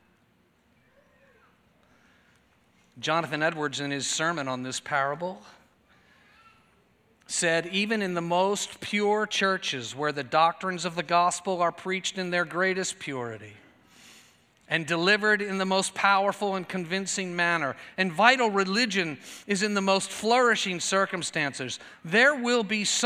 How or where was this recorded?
large echoing room